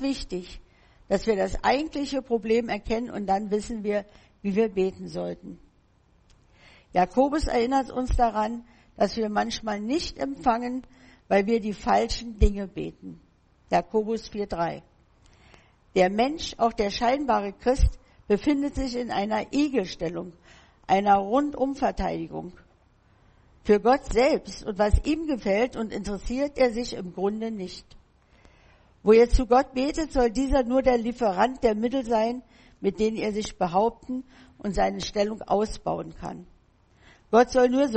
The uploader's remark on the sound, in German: im Gemeinde-Zentrum in Berlin aufgenommen.